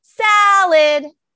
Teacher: that second syllable is quieter. So I know that that probably has a schwa.